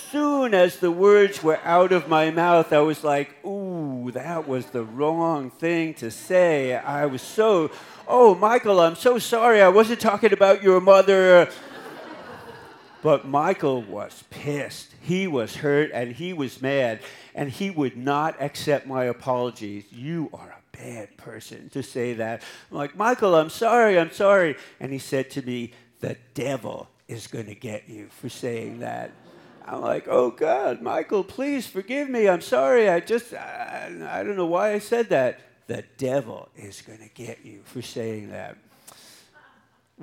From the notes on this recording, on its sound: On stage at Alberta Abbey for live storytelling with Portland Story Theater.